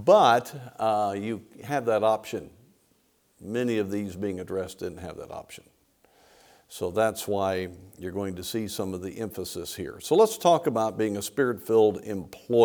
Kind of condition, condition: setting, large echoing room